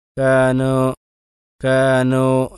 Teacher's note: അലിഫിനോട് സാദൃശ്യമാകുന്ന തരത്തിൽ ചില ആളുകൾ വാവ് ഉച്ചരിക്കും. ഉദാഹരണത്തിൽ കാനൂ എന്നുള്ളത് കാനോ കാനോ എന്ന് പറയും.